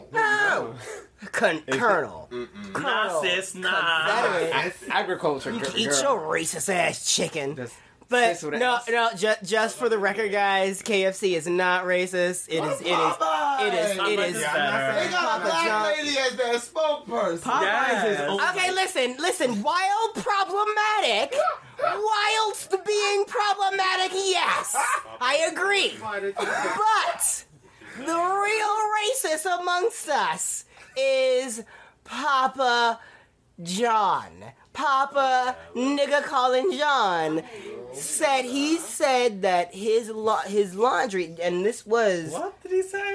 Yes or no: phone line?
no